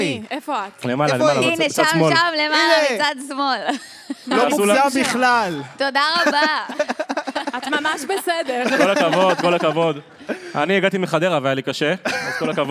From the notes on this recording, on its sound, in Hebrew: הקראה בלייב. באירוע סוף עונה ענקי, מול קהל בסינמה סיטי נתניה!